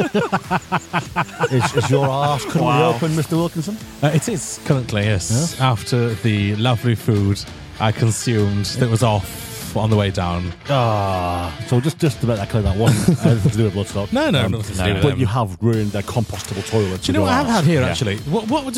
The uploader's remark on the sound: We visit Catton Park in Derbyshire to get all the juicy bits from Bloodstock Festival 2023.